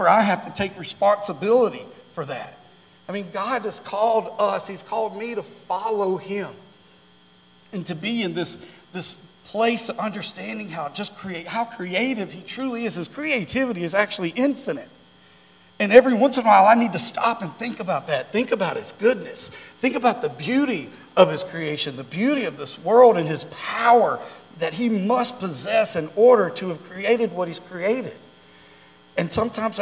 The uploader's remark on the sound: during our Wednesday night Live service